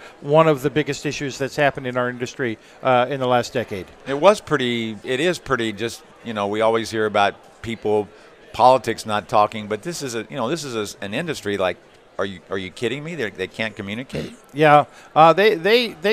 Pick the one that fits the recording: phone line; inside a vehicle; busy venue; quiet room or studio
busy venue